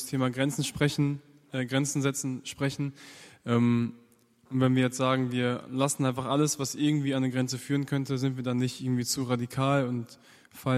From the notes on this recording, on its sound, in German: Eine Frage aus unserem Q&A Abend